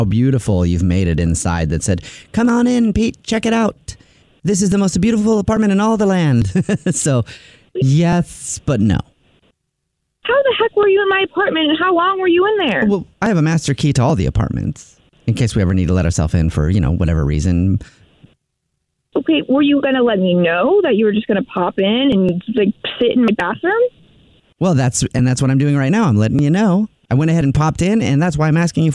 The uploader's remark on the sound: Phone Prank